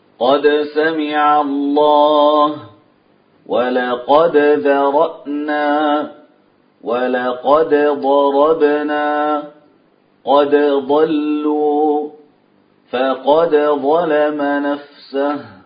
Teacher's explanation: عاصم وقالون نجم بدا دل، نجم عاصم بدا، قالون دل ابن كثير، قالون وابن كثير، هؤلاء يعني يظهرون قولا واحدا، يظهرون الدال قد عند الحروف الثمانية. ثم قال: وأدغم ورش ضر ظمآن، ورش يدغم دال قد عند الضاد والظاء.